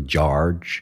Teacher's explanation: the stronger R sound, the more rhotic sound that's common in American, was more heavily pronounced in Shakespeare's time. So George instead of George.